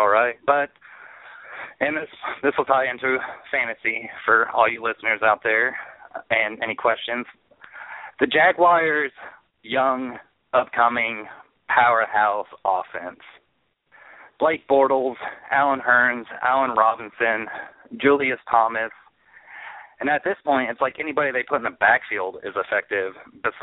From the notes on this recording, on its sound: Taking questions via call ins. Hear your questions answered live on air.